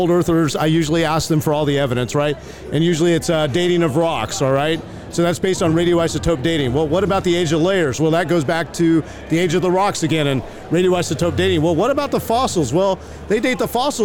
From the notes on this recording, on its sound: LIVE from NRB 2022!